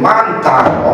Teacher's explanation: În mantano, pentru că e o dentală, capătă varianta N.